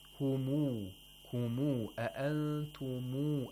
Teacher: You have to lengthen the mim like a long vowel, waw, like a waw. You have to add actually a vowel.